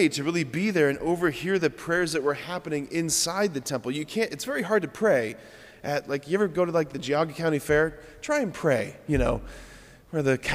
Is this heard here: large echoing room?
yes